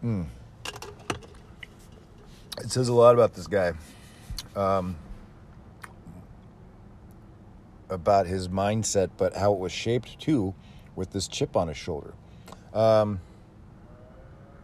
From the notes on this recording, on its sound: Coming to you live from an alleyway in Roseville